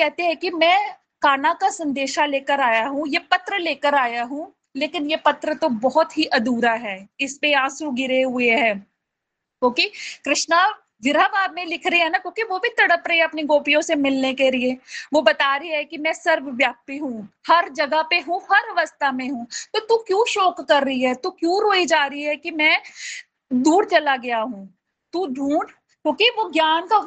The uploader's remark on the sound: This is the live recording of online Bhagavatam satsang. From Chamba attended by around 88 Golokians.